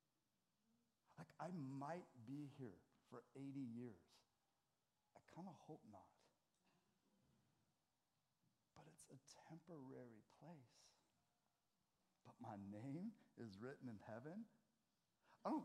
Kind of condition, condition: setting, large echoing room